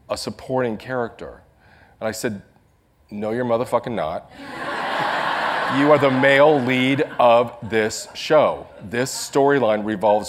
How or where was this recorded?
live audience